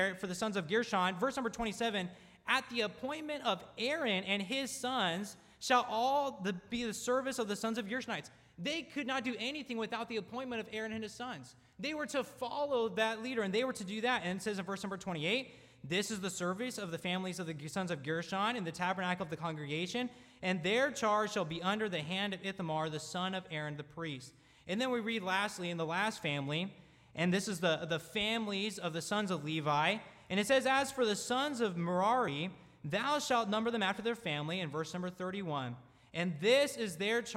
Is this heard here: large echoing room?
yes